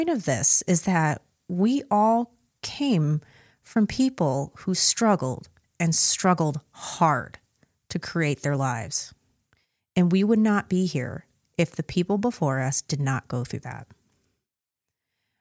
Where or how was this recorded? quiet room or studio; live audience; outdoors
quiet room or studio